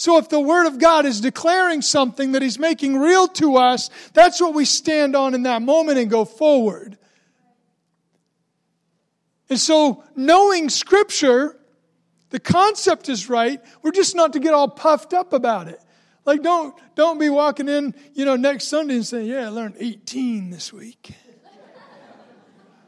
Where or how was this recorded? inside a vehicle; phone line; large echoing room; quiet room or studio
large echoing room